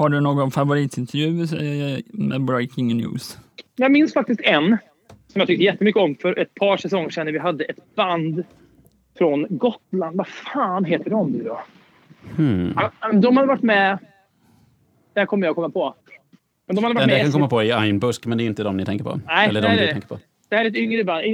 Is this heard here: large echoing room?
no